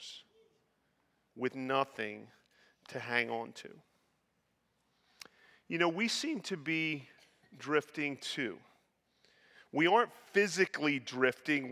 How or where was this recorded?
large echoing room